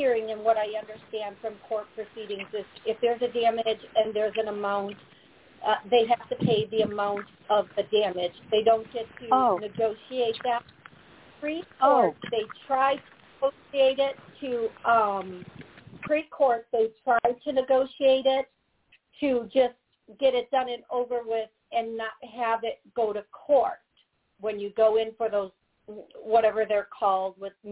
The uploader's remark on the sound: Live Call